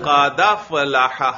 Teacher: حمزہ گر گیا، حمزہ کی حرکت دال پر آ گئی